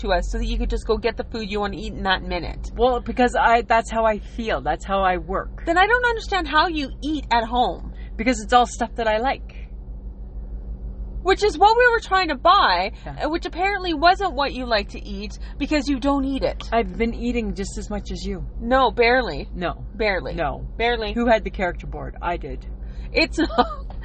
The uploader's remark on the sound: We are at the lake and had to go old school and recorded it directly to podbean.